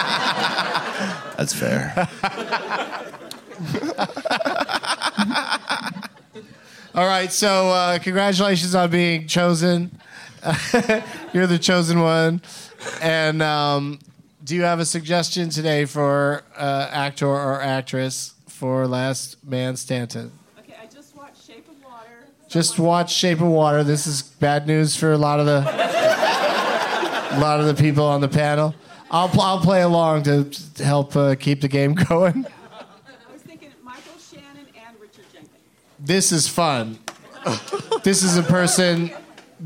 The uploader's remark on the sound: Live from the Punch Line in Sacramento